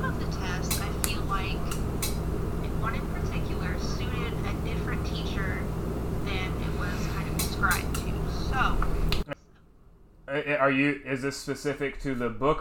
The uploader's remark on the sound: Please forgive the audio issues from this episode. I also learned to never sit in that chair again while recording a podcast!